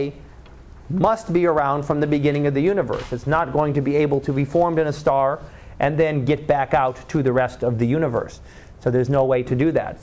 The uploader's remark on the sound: Live Class Lecture